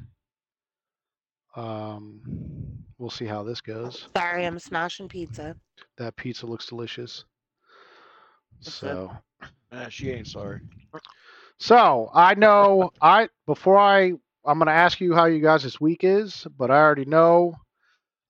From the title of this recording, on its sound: I'm driving